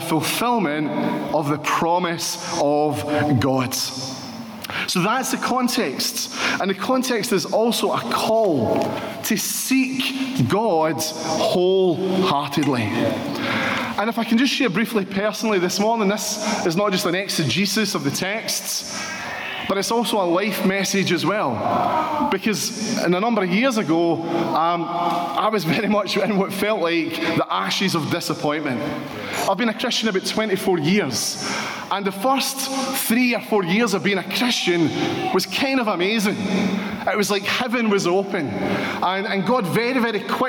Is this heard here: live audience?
yes